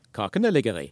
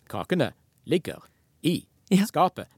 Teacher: så er den tonelag to-melodien i 'kakene', den brer seg over både 'kakene' og 'ligger' og 'i' · Shown in: first take